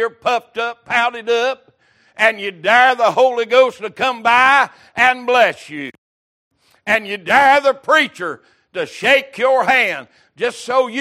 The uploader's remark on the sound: Recorded March 22, 2023 - Wednesday Evening Service